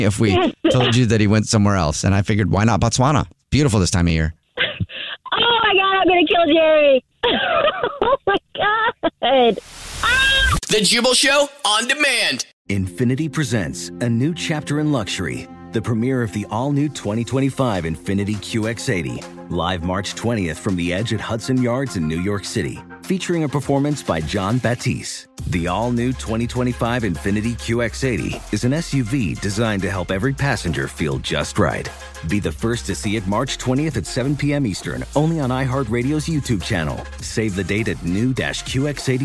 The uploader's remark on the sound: phone prank style